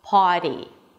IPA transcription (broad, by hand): pɑːɾi